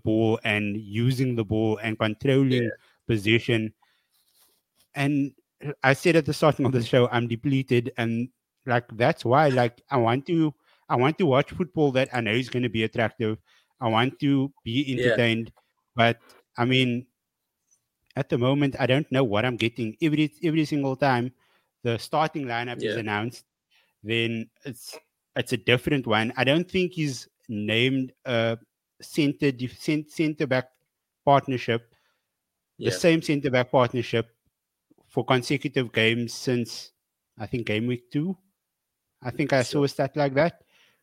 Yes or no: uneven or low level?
no